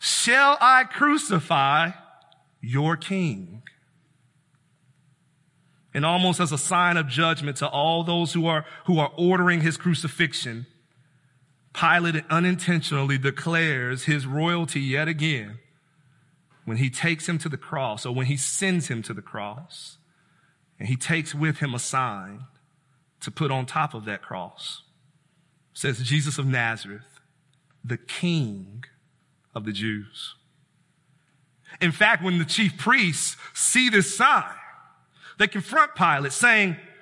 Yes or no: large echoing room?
yes